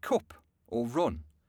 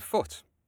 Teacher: the vowel in words like cup or run, which in the north will sound like the vowel in foot, as in my accent.